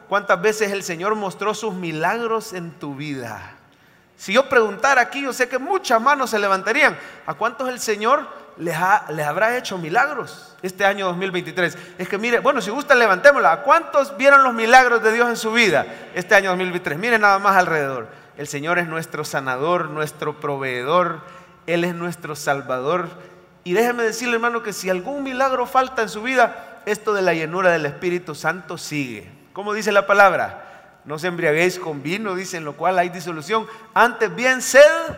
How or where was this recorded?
large echoing room